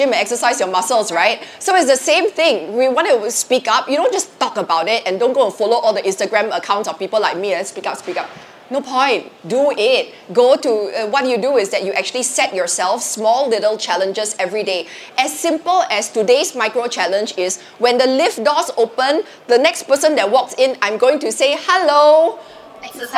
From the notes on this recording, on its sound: Live From SG Fintech Fest. In our first LIVE episode.